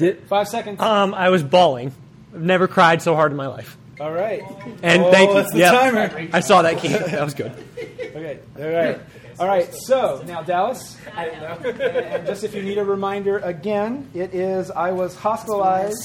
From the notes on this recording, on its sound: GBG Live as the team once again open up for the It’s All Been Done Radio Hour.